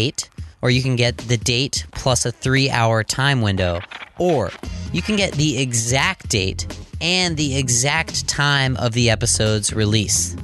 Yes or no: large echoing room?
no